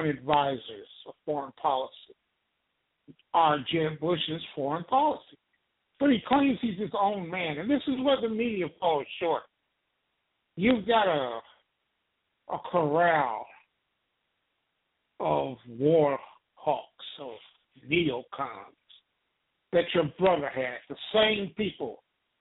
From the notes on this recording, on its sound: Poliitical TALK RADIO. LIVE and call-in broadcast.